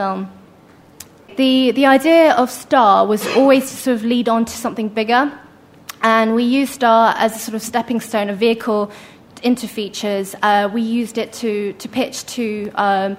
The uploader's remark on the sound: Presented by the London Film Academy. Recorded at the BAFTA Rushes Soho Shorts New Filmmakers' Market in July 2012.